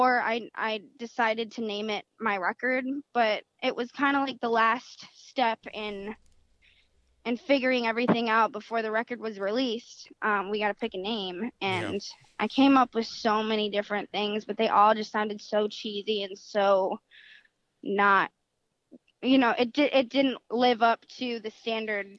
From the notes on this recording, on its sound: called into the show